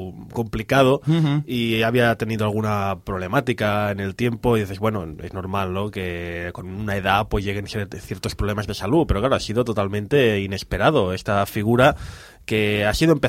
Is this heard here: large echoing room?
no